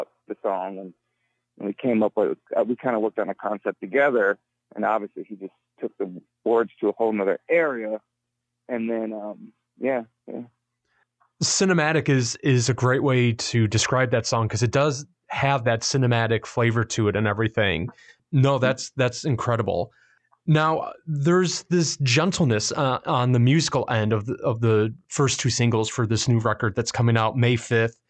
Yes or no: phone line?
yes